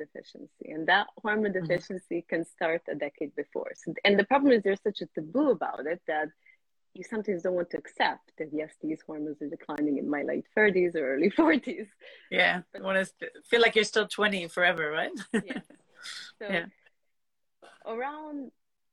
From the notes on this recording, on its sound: Today’s episode is from my Instagram Live deep-dive conversation